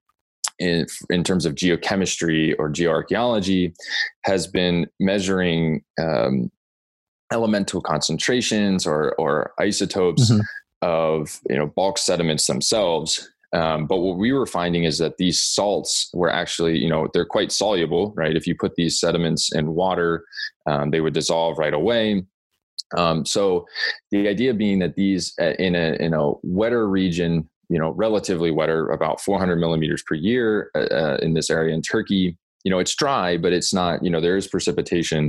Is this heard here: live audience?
no